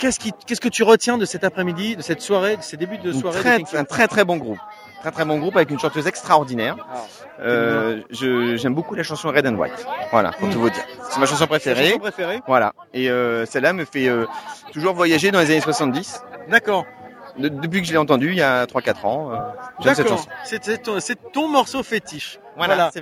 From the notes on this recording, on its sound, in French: Nous étions à Houppeville pour la 2ème édition du festival Houppstock